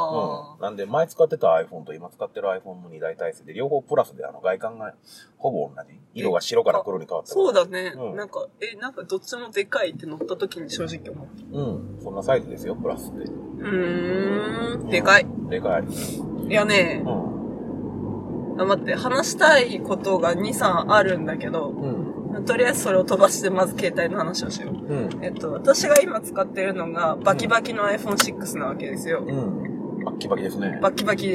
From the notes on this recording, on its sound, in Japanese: 走行中の車内からお届けします！